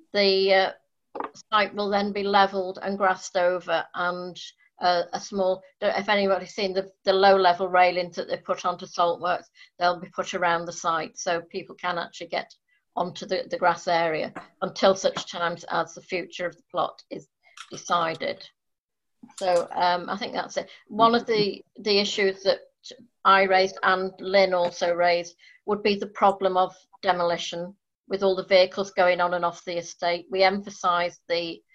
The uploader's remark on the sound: Audio recording of Frodsham Town Council's online extraordinary meeting